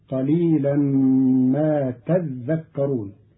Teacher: قرأ قالون كلمة تذكرون بتشديد الذال فتصير قليلا ما تذكرون، فأصلها تتذكرون فأدغم التاء الثانية في الذال